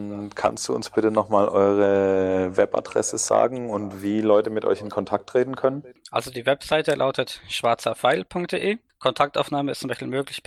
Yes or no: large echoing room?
no